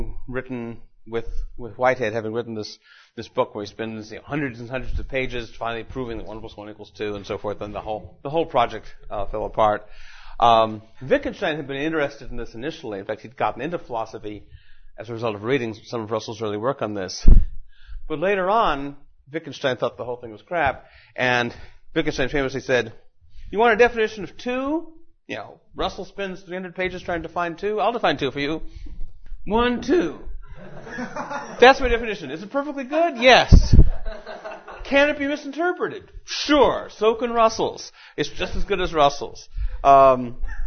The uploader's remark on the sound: Recorded at Mises University 2010.